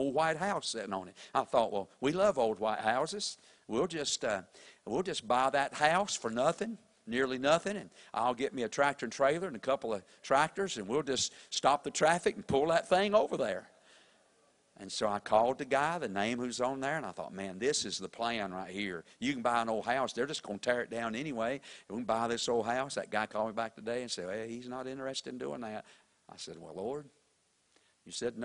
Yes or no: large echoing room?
yes